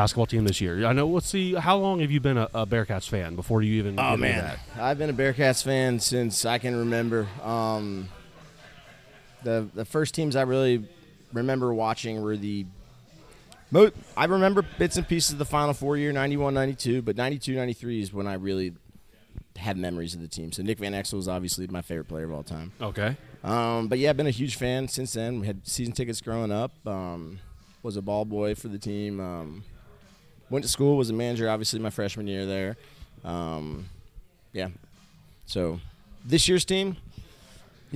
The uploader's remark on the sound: on location at DogBerry Brewing in West Chester